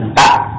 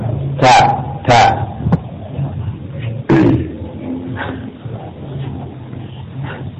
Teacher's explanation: sifatnya ada hams, ya, hams, syiddah, istifal · Shown in: second take